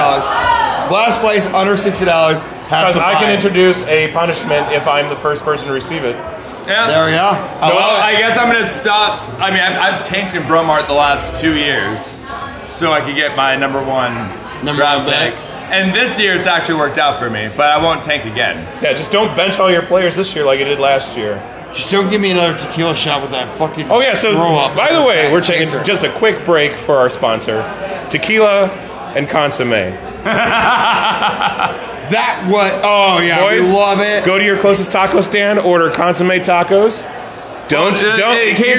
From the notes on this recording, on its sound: live from blue light in SF!